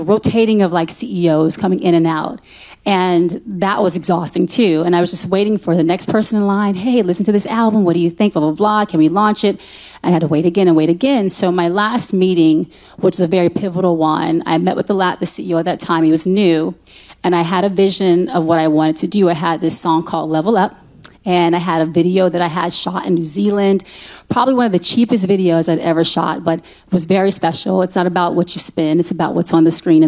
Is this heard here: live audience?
yes